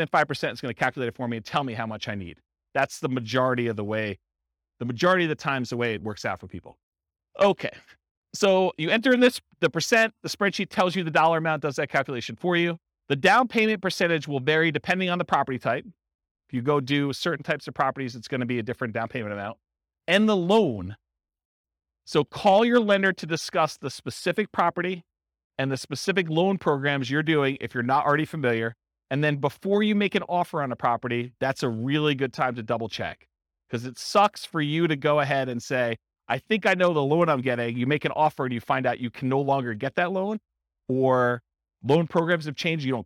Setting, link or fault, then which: setting, live audience